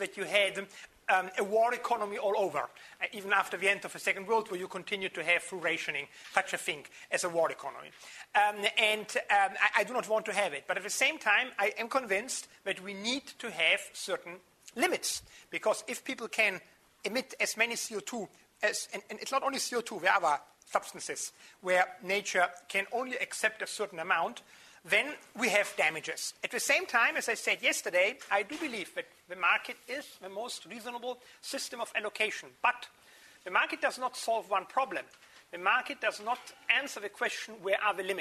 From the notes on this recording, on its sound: Took place within the scope of a 4-day course of lectures which was taped from the 31st May to the 03rd June at the Northern Institute of Technology. Took place within the scope of a 4-day course of lectures which was taped from the 31st May to the 03rd June at the Northern Institute of Technology.